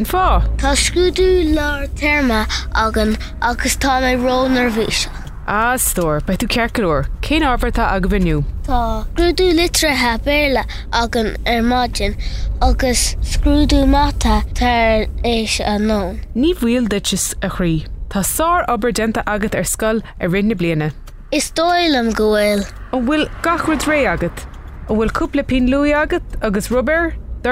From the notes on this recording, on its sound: a short conversation of a parent and child that takes place in the car on the way to school